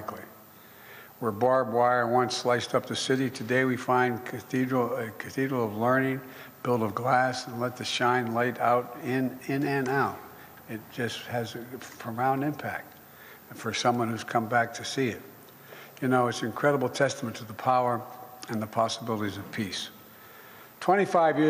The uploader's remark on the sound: Addressed a small audience in Belfast.